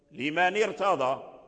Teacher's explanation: أدرجنا النون مع الراء، لا تظهر همزة الوصل لمن ارتاضى، ما نقولوش لمن ارتاضى، لمن ارتاضى حذفنا همزة الوصل، فهي تحذف أحيانا وتثبت أحيانا.